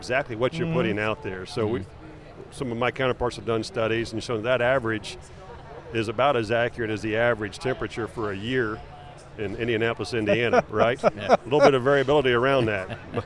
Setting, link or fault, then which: setting, busy venue